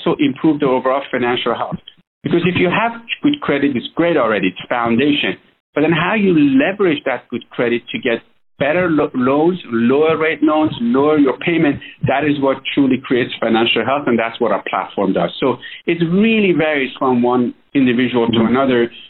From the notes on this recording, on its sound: This is an excerpt from that phone interview.